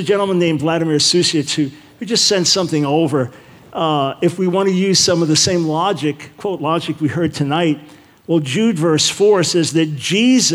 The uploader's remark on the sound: Questions from the Audience